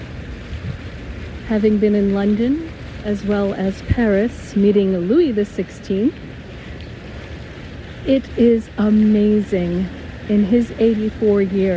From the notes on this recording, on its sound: In the Old Town of Philadelphia, Pennsylvania, USA. This is a special on location Walk and Talk of our Mindfulness Summer Tour 2022.